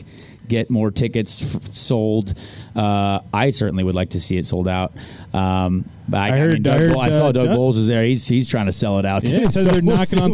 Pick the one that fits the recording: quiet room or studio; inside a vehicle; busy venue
busy venue